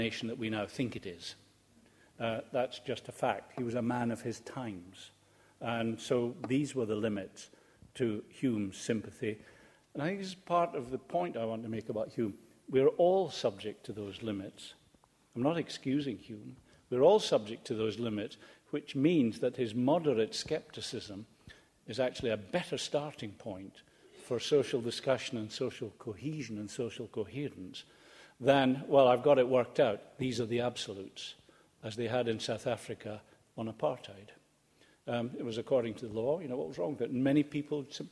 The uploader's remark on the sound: Recorded 25 October 2011 at the Playfair Library, Edinburgh